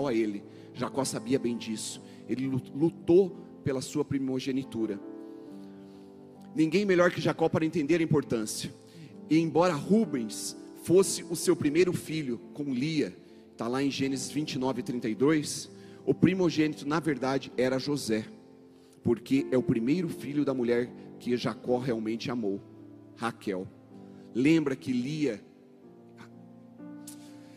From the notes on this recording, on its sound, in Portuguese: Mensagem ministradas na Comunidade Cristã Tabernáculo de Davi em Curitiba